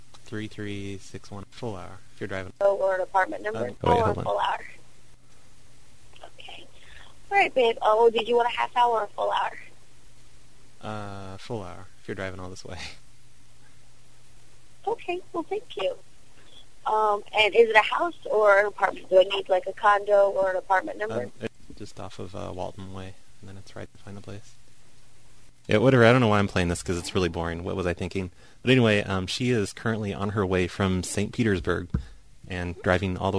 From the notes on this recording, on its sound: Prank Phone Calls.